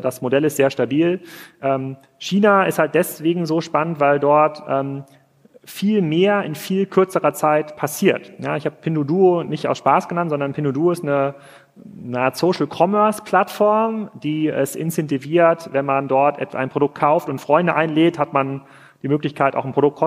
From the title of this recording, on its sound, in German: live vom POL